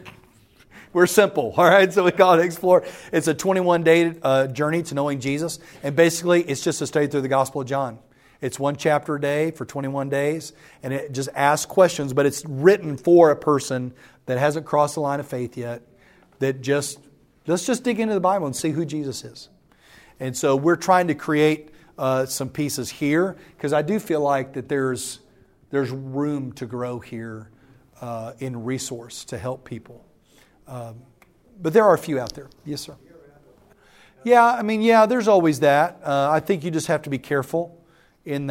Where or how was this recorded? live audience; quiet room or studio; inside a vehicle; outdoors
live audience